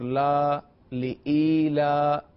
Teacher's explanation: جب یا کو ملانے سے یا مدہ بن رہا ہے تو دونوں کو برابر مقدار میں کھینچیں گے